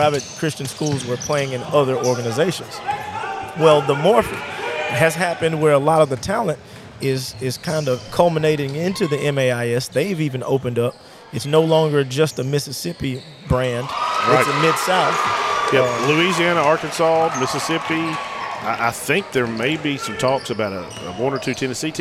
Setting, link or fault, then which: setting, busy venue